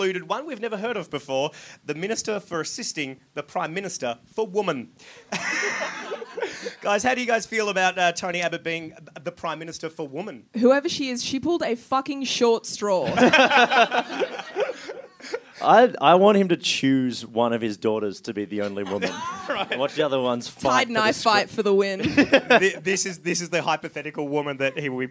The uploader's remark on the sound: A Rational Fear At Sydney Fringe. Live from the Sydney Fringe Festival.